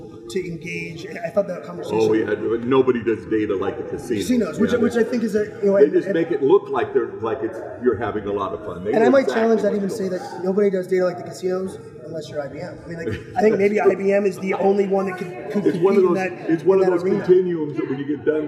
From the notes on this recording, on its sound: live at IBM InterConnect